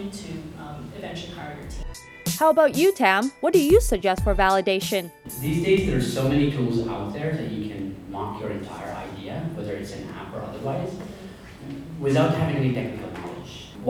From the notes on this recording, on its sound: In this episode I attend a meetup event by Spring Startup School for Entrepreneurs where a panel of tech industry leaders share their advice.